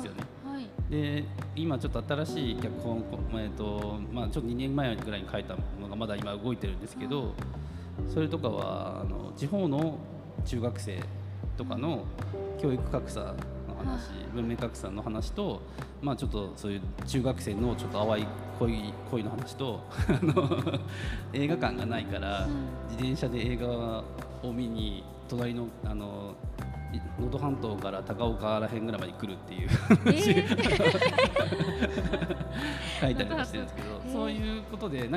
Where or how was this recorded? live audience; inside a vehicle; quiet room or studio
live audience